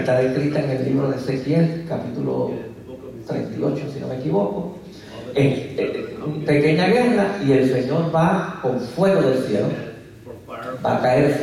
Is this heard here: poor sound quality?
yes